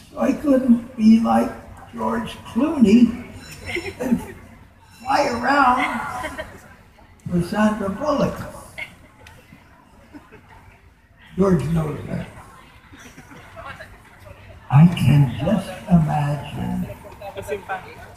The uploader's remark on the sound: conference at Wired Next Fest 2017